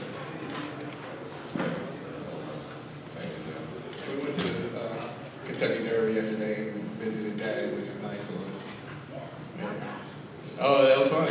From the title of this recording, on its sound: Press Conferences & Post-Game Interviews